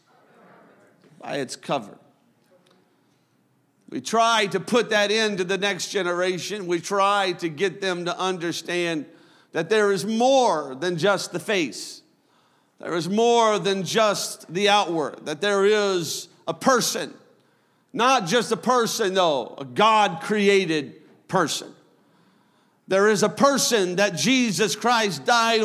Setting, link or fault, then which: setting, large echoing room